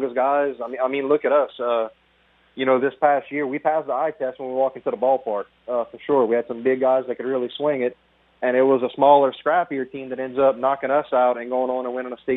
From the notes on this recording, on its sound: we go to the phone lines